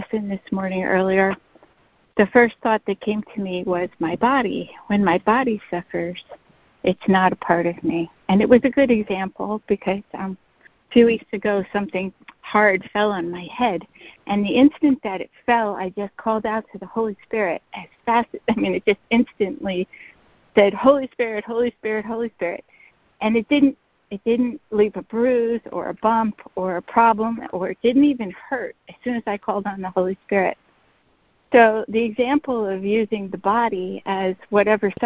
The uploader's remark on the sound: ACIM Daily Conference Call